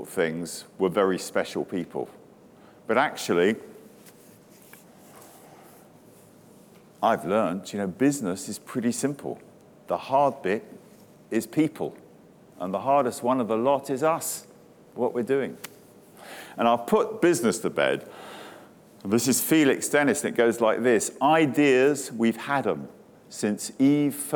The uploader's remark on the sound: Speaking to a crowd of attendees at Day 1 of the Elite Business Live event on March 9.